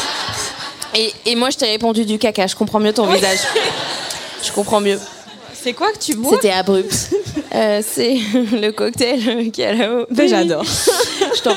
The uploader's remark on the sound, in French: Cet épisode a été enregistré en public au Culture Fest le 28 mai 2023